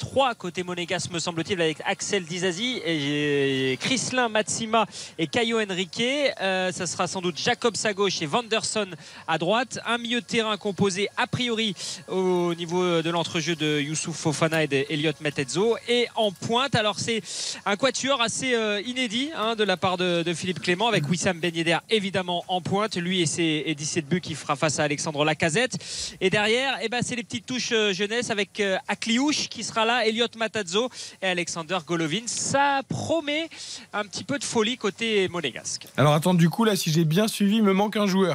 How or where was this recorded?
busy venue